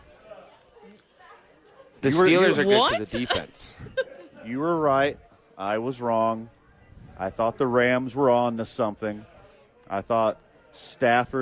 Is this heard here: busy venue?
yes